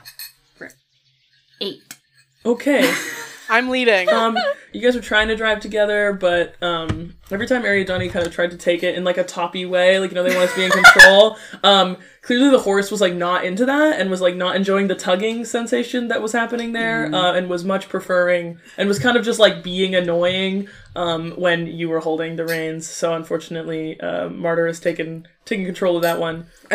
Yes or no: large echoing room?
no